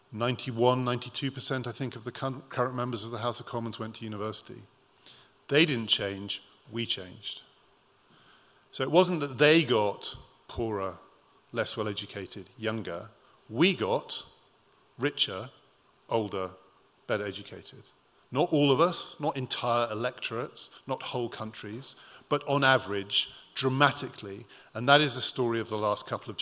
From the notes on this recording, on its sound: Recorded at The Tabernacle in London in May 2018.